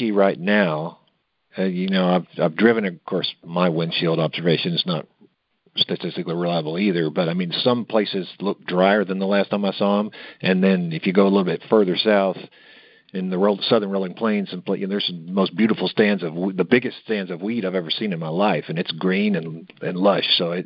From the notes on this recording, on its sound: March 2023 Monthly Cotton Conference Call.